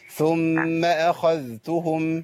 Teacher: فنحذر من إدغام التاء في الذال